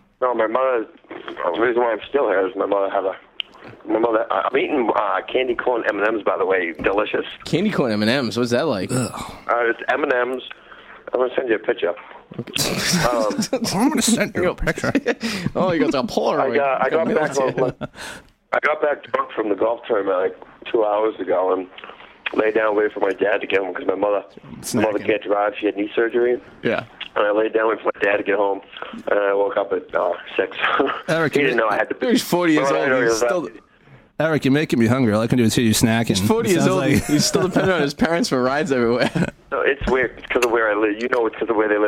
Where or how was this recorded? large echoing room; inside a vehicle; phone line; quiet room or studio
phone line